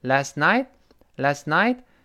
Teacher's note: 最后那个 t 失去爆破，因为 t 是爆破音，night 又是另外一个辅音呢